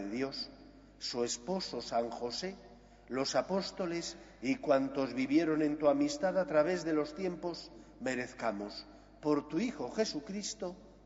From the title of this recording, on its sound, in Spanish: Santa Misa del martes 21/3/2023, Iglesia de María Virgen Madre